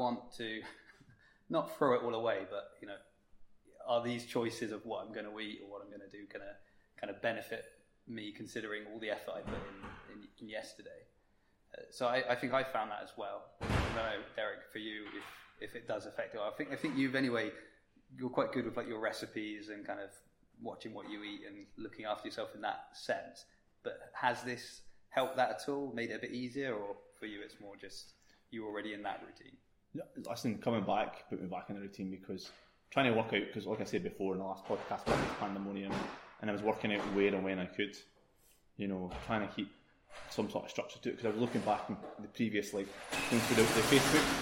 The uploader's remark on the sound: On location from the gym.